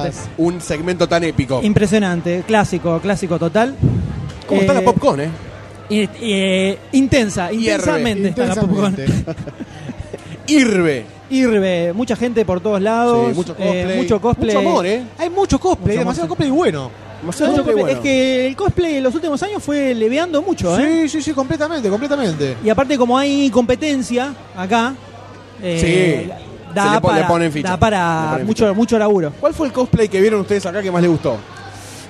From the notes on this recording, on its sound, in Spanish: grabado IN THE FLESH, en vivo y en directo desde la PopCon 2014